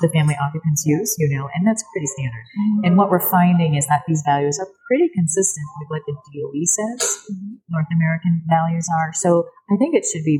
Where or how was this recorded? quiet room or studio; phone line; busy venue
busy venue